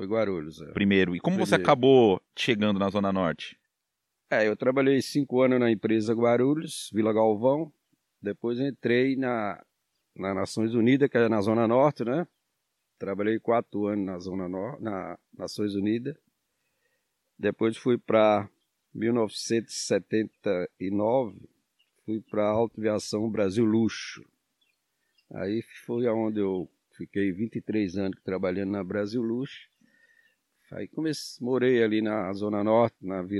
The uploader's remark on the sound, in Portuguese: O episódio foi gravado ao ar livre com galinhas e porcos por perto e com uma linda paisagem coberta por palmas. (Sul da Bahia no município de Caldeira).